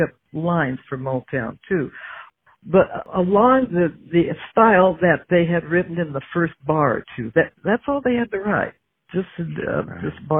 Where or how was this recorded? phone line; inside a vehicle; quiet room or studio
phone line